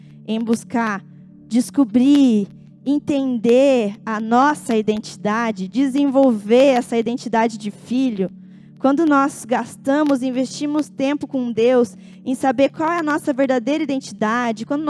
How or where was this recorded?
large echoing room